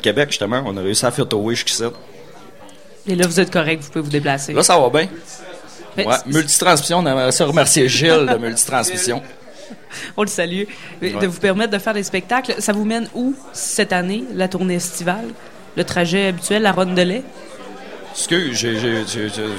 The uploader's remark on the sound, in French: Lors de leur passage au Festival d'été de Québec, en direct du bar Le Sacrilège, sur les ondes de CKRL 89,1.